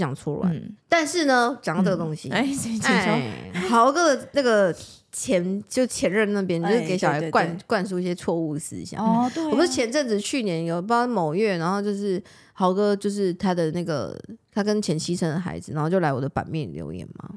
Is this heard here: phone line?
no